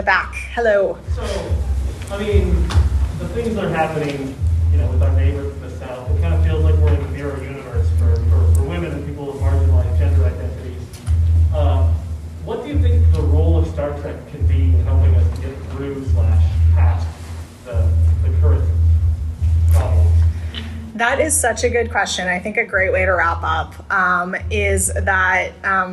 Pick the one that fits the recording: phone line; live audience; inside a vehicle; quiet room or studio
live audience